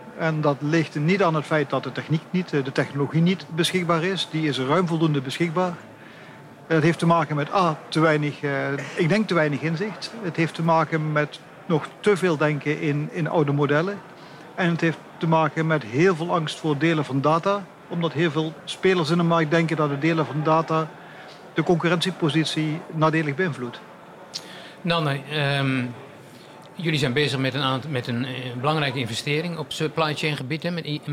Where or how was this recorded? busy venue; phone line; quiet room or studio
busy venue